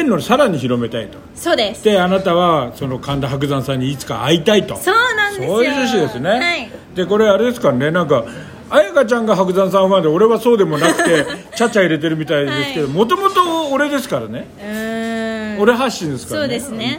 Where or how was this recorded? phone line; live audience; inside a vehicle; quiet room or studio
live audience